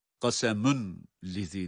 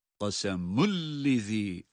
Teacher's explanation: Burada da qasemun li derken aslında qasemun lizî olmasına rağmen artık sizler İdgam bilavneyi çok iyi bildiğiniz için kasemün lizi değil, kasemül lizi olarak idgam bilavne sanki şeddeli lam varmış gibi okuyoruz · Shown in: second take